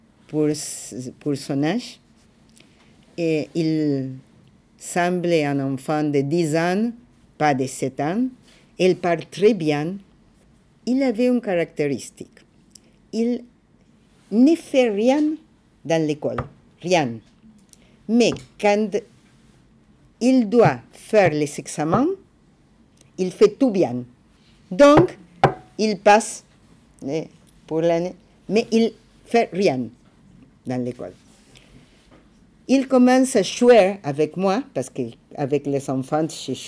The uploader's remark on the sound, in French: Enregistrée à l’Ecole de travail social Rabelais (Paris) le 3 février 2015.